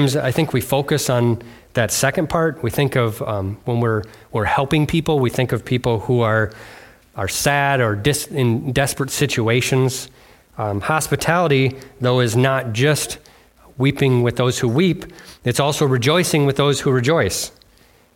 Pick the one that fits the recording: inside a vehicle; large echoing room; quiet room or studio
large echoing room